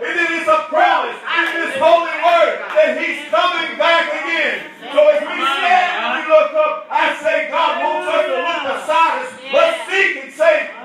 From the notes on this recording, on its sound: Revival at Rocky Branch Congregational Holiness Church in Dothan Alabama night 3